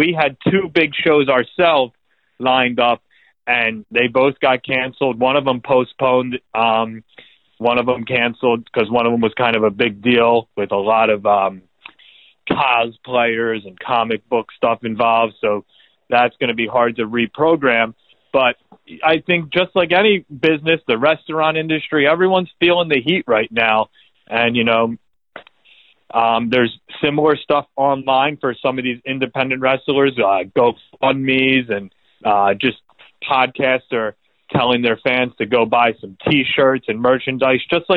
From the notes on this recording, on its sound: jumps on the phone from the desert in Arizona